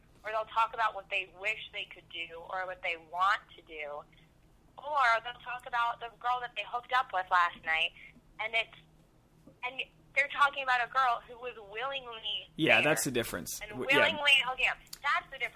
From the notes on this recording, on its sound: We thought we'd air this phone conversation we had